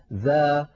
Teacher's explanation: والذال حرف مستفل، لأنها ليست من حروف خص ضغط قض، فلا استعلاء ولا تفخيم في الذال